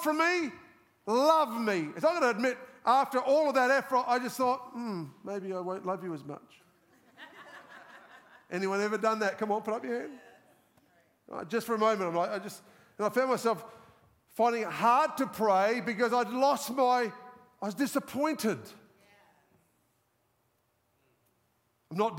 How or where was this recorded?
live audience